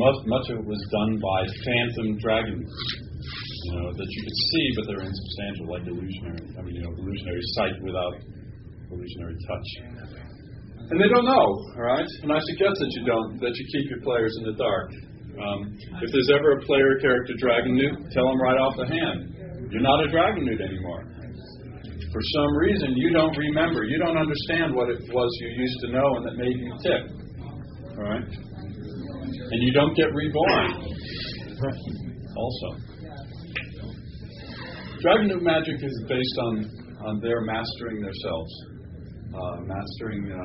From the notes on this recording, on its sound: This is a recording of a seminar on Glorantha taken at a game convention circa 1984-1986. It most likely was at a DunDraCon, but it’s been too long now and I don’t remember.